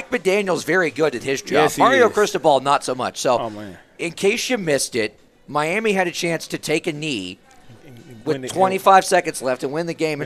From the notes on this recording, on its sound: Live in season Tues Nights 730pm from Ledos Pizza in Kernersville